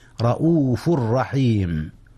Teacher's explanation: ولكن الإدغام هنا ليس بغنة، إذ الراء ليست من أحرف الغنة. نعم، رؤوف رحيم، أدغم تنوين رؤوف، إن الله بالناس لرؤوف في راء رحيم، وانتهت الأحكام التجويدية.